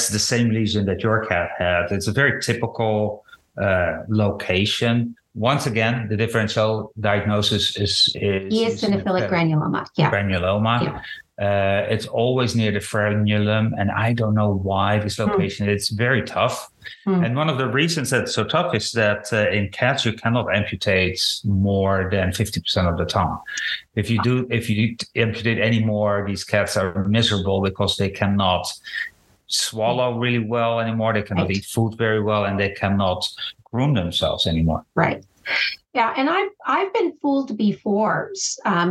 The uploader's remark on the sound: In a brightly lit zoom session.